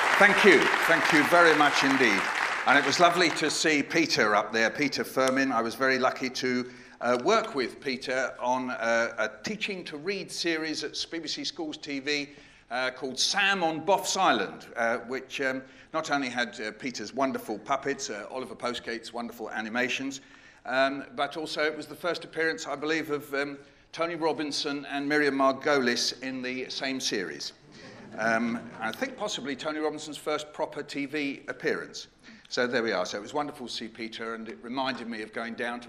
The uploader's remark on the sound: CMC 2018 - Opening Keynote. Delivered the opening keynote at this year’s CMC.